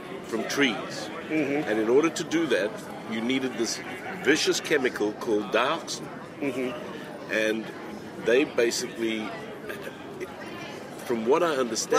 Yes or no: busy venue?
yes